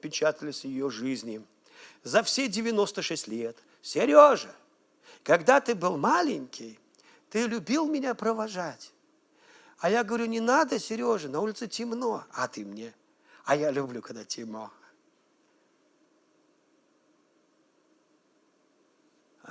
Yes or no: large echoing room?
yes